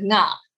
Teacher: they'll say Nya instead of Nga because they instinctively are not used to seeing an NG on the front